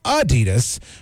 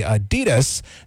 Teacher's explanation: It's supposed to be Adidas with a slight emphasis on the first syllable · Shown in: first take · not the Adidas that we tend to say it.